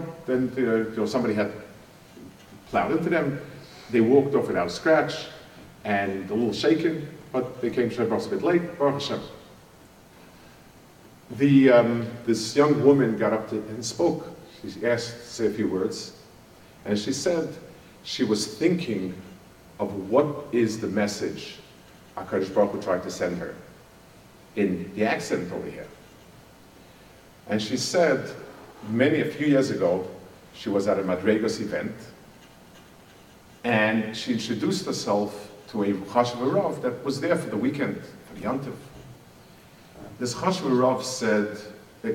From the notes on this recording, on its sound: Delivered at a Madraigos event. Delivered at a Madraigos event.